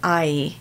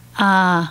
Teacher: So we make the smile at the end of it, I. In the South, it just stops at the ah · Shown in: second take · Term: No diphthong